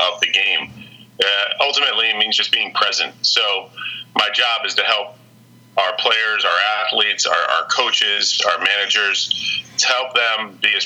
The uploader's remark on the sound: on the phone